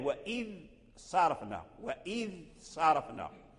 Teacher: هذا لحن، لا بد من بيان الذال وإذ صرفنا وإذ صرفنا حتى تنطق بالذال وتخرجه من مخرجه، ثم بعد ذلك تذهب إلى الصاد